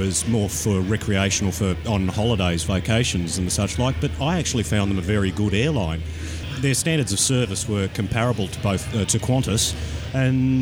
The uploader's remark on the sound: The boys are out at Coldstream airport for the Mission Aviation Discovery Day recording live.